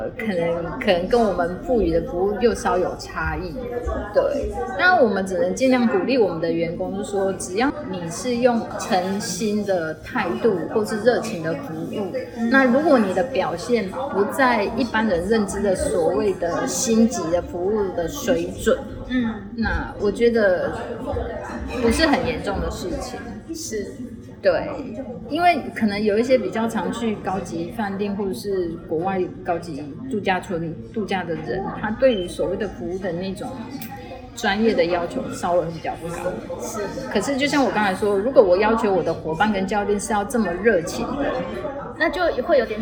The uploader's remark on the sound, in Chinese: 本集錄音現場環境較為吵雜，但內容精彩難以割捨，因此已盡量作最大降噪的處理